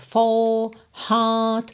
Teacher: O inglês britânico não enrola os R's e alonga a vogal anterior.